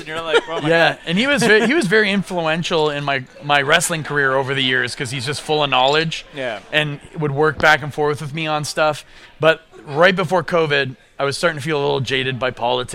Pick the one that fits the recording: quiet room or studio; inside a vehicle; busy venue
busy venue